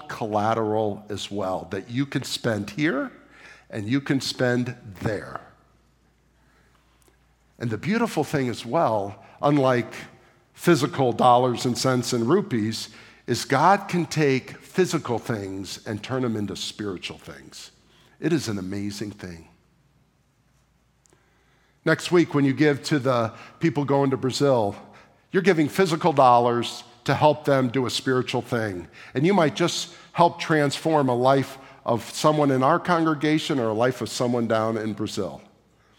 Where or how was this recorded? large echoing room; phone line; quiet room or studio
large echoing room